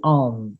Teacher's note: Rarará no T, e esse of, essa preposição OF sempre vai ter som de OV